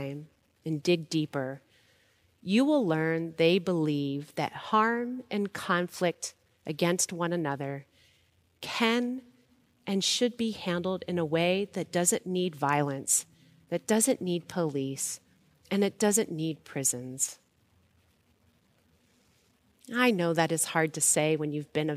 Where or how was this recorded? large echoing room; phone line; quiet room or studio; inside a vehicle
large echoing room